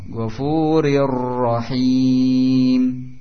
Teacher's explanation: Itu sifat ra dengan takrir, getaran ujung lidah.